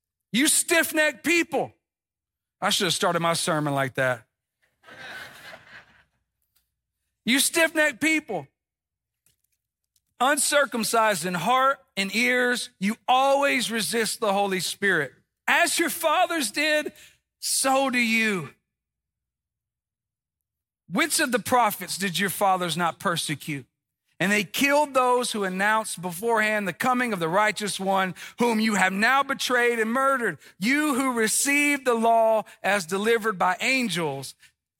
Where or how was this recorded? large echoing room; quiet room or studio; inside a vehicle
large echoing room